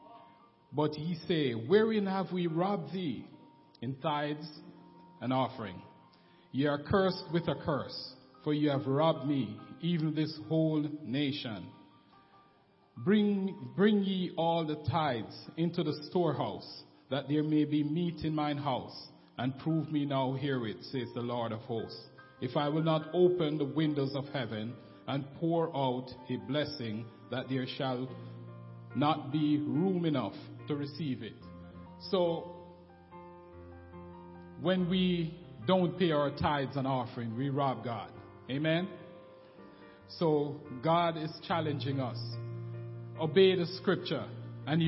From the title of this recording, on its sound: SUNDAY WORSHIP